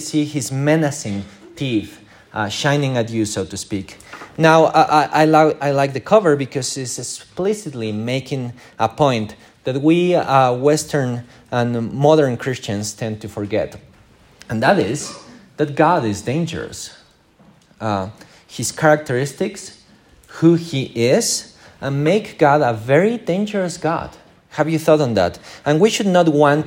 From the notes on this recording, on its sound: This is the recording of our morning service.